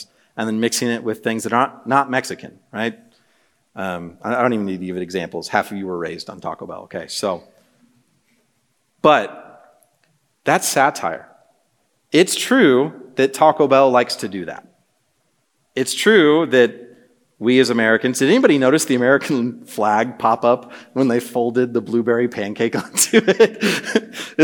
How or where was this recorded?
live audience